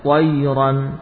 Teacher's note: huruf ya-nya dibaca dari tengah lidah